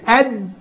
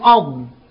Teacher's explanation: هو الدال بقت أد، وهي نفسها لو فقدتها بقت أض، أد وأض، وطرف اللسان خبط في أصول الثنايا العليا في الاثنين، الاثنين من مخرج واحد هم